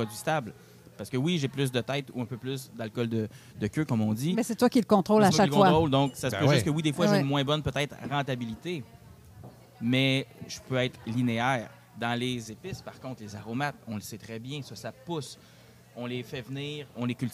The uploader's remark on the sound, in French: En direct du tout premier GinFest Boréal